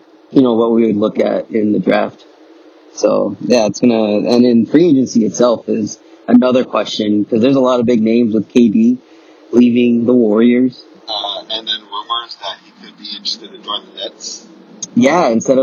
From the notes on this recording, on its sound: Excuse the low audio quality. Record this episode while on the road to Petco Stadium in San Diego to see the Dodgers play the Padres.